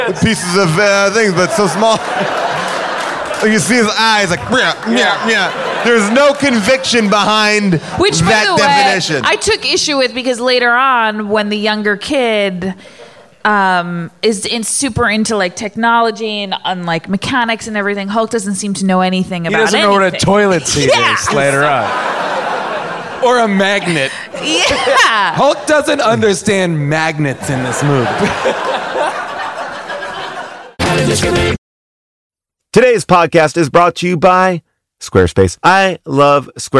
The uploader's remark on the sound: Recorded LIVE at Largo in Los Angeles